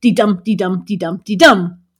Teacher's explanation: the stress on the second syllable, which sounds like de dum de dum de dum de dum.